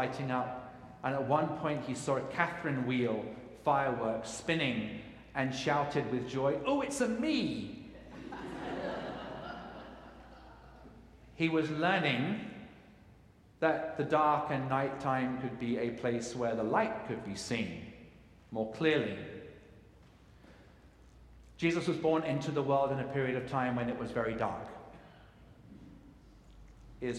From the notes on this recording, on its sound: Trinity Episcopal Cathedral in Sacramento, CA, recorded live at the 10:00am service.